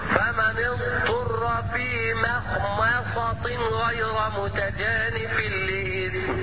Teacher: الميم يجب ترقيقها والمحافظه عليها لانها قد تجاور حرفا مفخما